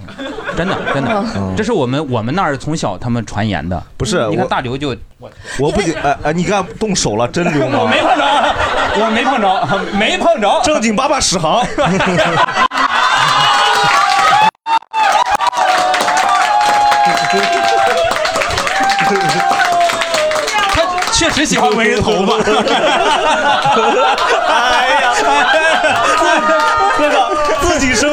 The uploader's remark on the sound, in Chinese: 这是一档由喜剧演员们和现场观众朋友们共同录制的播客节目